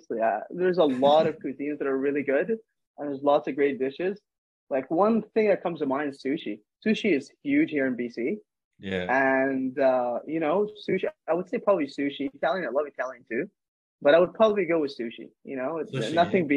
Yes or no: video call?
yes